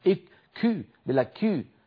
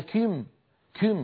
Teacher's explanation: شايفين هذا النفس المتدفق زائد عن اللزوم بالنسبة للكاف العربية · Term: الهمس